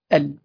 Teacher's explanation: فإذا كانت همزة الوصل قبل اللام القمرية غير مسبوقة بحرف قبلها، فتقرأ همزة الوصل مفتوحة مع اللام الساكنة